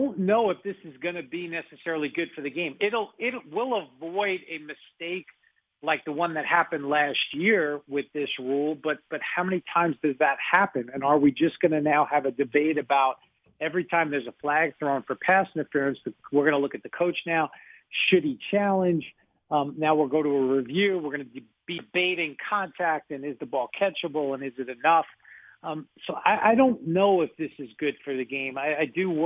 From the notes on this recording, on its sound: called in to the Ben and Skin show